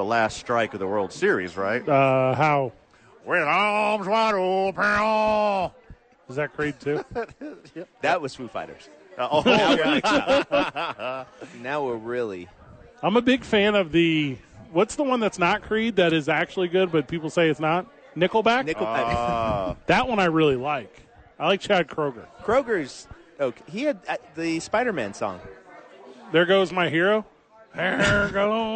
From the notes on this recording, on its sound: live from Sadies for TNF.